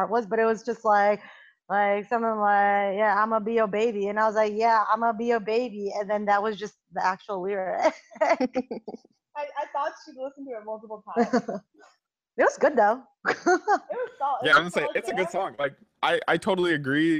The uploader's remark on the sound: Sorry for any audio problems, we had difficulties this week.